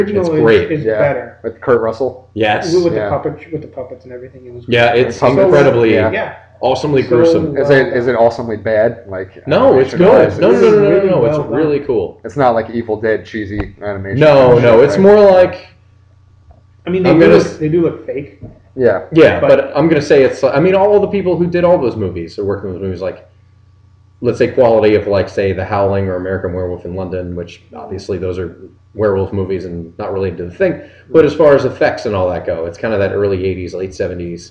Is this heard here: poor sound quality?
yes